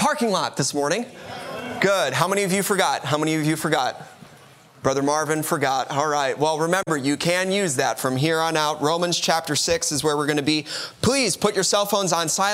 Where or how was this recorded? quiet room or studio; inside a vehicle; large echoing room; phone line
large echoing room